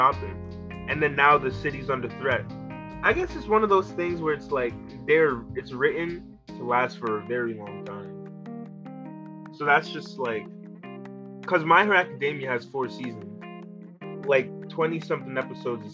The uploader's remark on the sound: Technical troubles today bare with up.